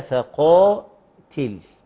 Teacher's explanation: القاف حرف مفخم، طب وبقيه الكلمه مرققه